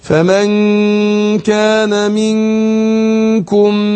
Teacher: ميم في ميم بقت نطقت ميم واحده مشدده مع الغنه حركتين